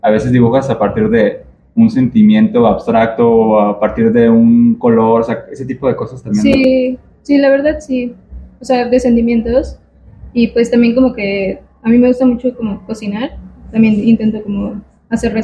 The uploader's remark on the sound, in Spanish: Parte de las entrevistas que armamos en el Festival Rayón 2023